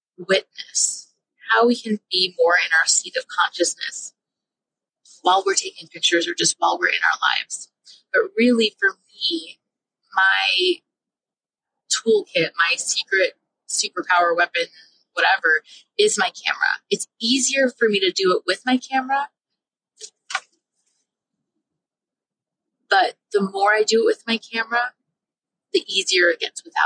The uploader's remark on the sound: I was driving home and did something I've never done - recorded a podcast episode in the car.